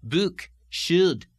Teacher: The first of these sound changes is the American sound uh, as in book, which changes in Scottish to the harder, the tenser u, as in book or should.